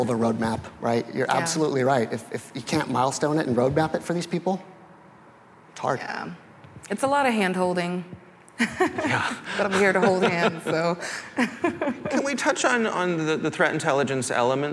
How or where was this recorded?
live audience